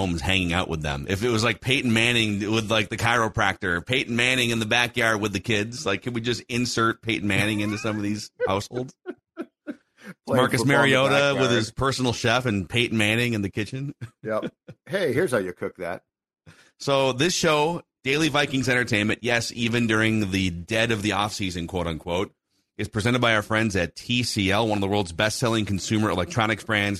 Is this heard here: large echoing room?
no